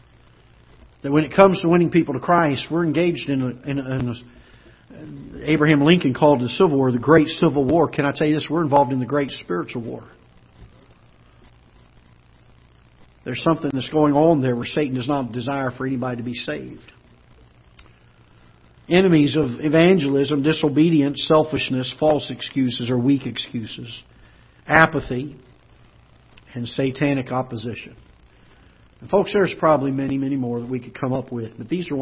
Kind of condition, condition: setting, large echoing room